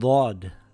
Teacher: Dod is a heavy letter. The closest letter would be the letter D and the letter Dal, but it is pronounced heavy. The sound also comes from the back of the mouth.